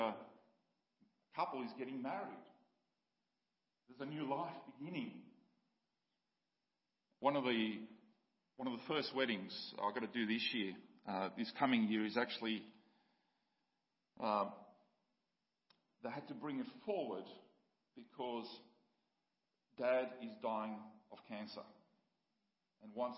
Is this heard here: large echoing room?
yes